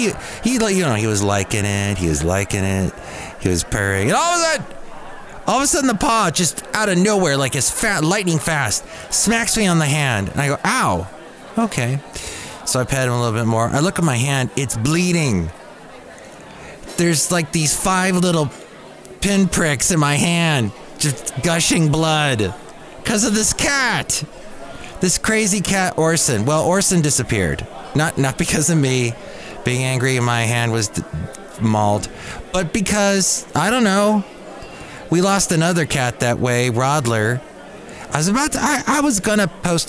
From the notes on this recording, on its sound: Podcasts live from Café Anyway.